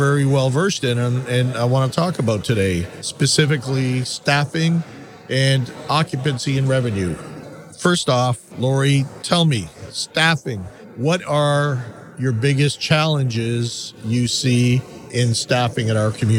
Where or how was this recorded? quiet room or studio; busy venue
busy venue